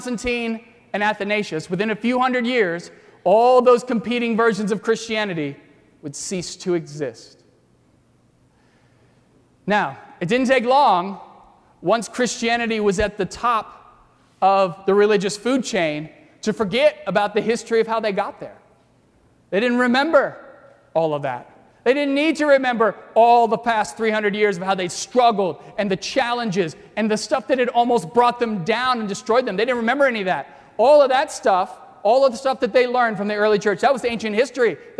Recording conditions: large echoing room